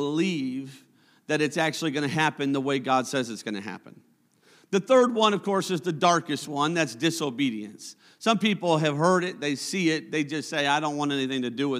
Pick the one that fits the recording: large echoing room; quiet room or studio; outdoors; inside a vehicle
large echoing room